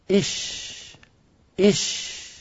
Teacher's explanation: لفظه هكذا إش، نضع قبله همزة مكسورة · Term: حرف الشين